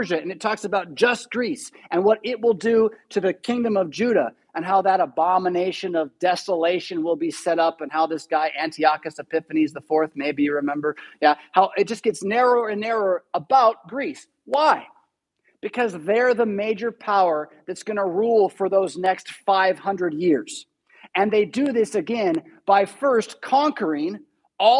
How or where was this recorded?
large echoing room